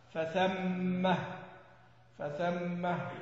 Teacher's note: وقف على ثم الظرف المفتوح الثاء بهاء السكت